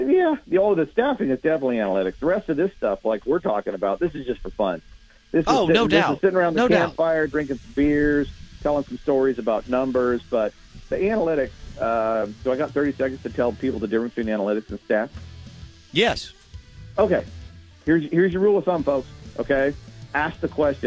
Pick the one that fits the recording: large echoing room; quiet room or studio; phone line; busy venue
phone line